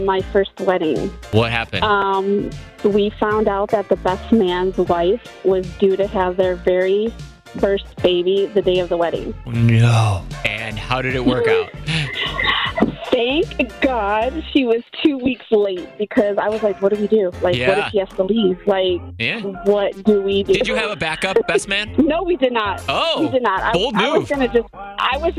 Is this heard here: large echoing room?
no